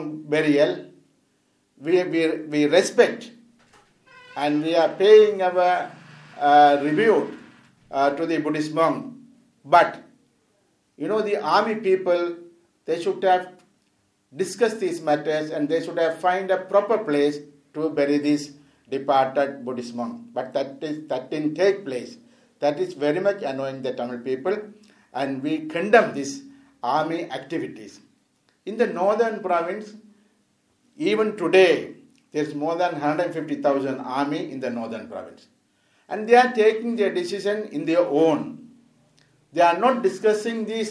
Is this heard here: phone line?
no